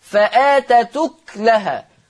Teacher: فهيتم تحريك التاء بحركة الهمزة ما هو من الساكن التاء فتصير تاء مضمومة · Term: النقل